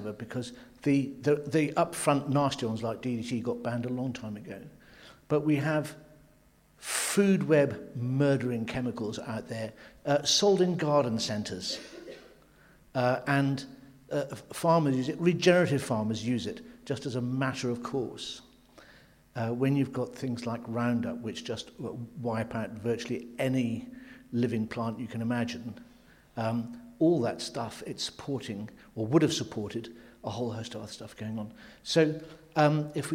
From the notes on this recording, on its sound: Cornwall Wildlife Trust’s panel discussion event, which took place on Wednesday 26th April 2023 at Heartlands, Pool